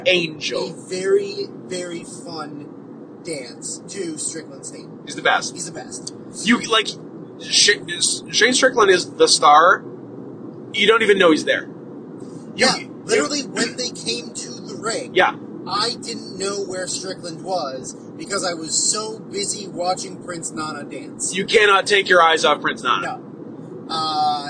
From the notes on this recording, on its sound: Speaking into the same phone in a moving car.